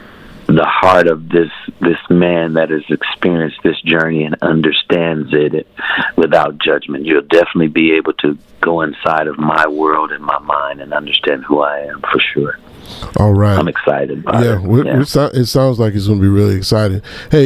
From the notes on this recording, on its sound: Phone Guest